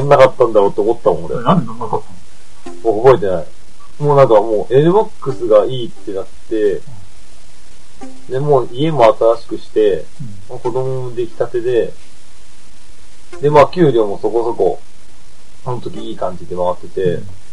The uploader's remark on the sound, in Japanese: 低音質です。